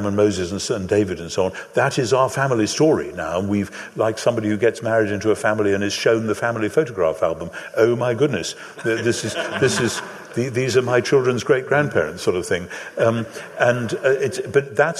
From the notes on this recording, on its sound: Live in London. Hosted by SPCK and recorded live at Westminster Chapel London with an audience Q&A.